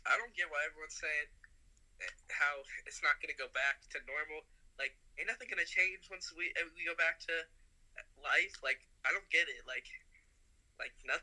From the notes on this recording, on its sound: Phone interviews give another perspective on people's different opinion about the virus.